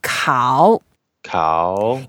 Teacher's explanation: it's the third tone. So we go down first and then go up.